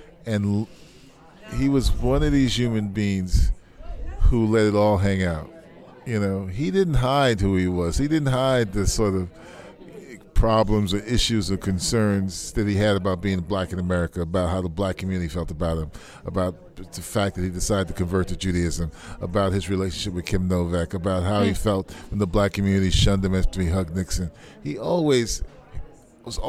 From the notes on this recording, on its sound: at Closing Night of the 38th San Francisco Jewish Film Festival